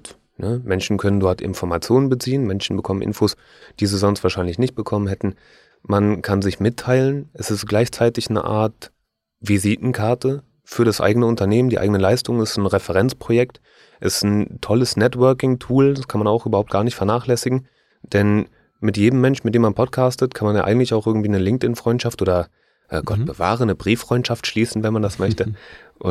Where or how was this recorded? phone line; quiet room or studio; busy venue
quiet room or studio